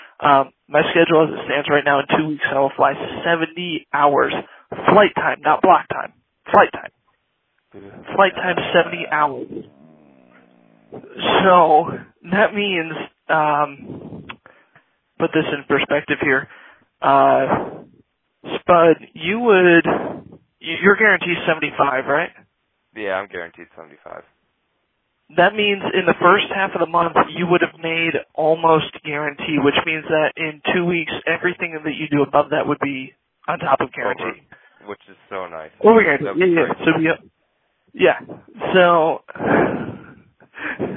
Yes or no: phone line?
yes